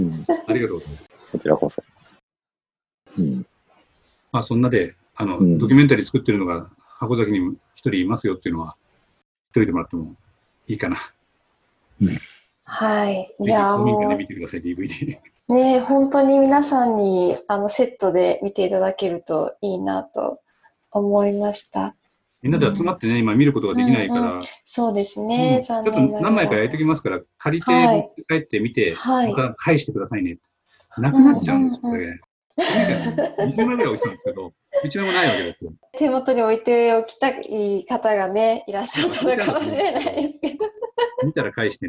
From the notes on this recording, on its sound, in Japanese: 本番組はオンライン会議ツールZoomを使用して録音しております。通信環境の問題により一部聴き取りづらい箇所があることをご了承くださいませ。